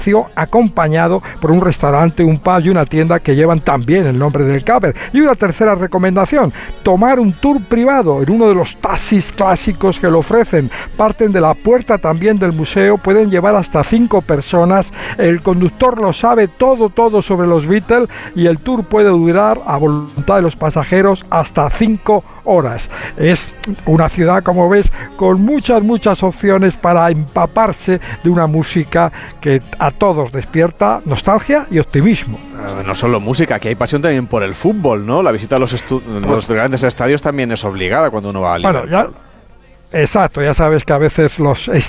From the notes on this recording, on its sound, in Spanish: emitimos en directo desde el Hotel Cala Saona de Formentera